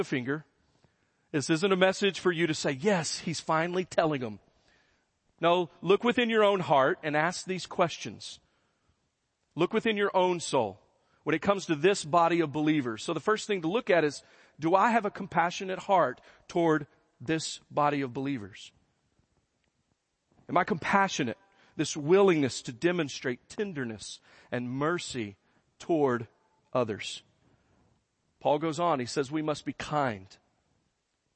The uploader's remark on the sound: First Baptist Church Belton Texas Sunday Morning Sermon